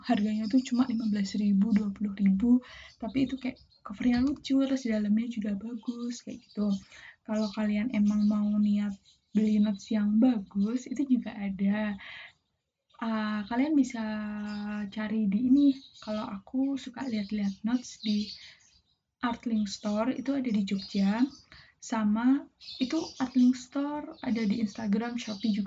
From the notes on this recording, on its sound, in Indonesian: Feat burung, gluduk, abang siomay. Aku mau minta maaf banget kalo audioku poor: jelek bgt : itu kalo kalian denger banyak suara burung, itu karena tetangga persis depan rumahku pelihara burung banyak bgt gengs jadi di segala sudut rumahku burung-burung itu bakal kedengeran terus.